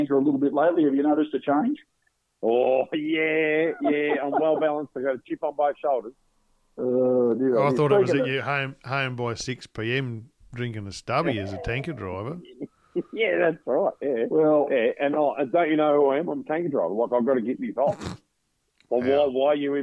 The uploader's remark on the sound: a couple of guest callers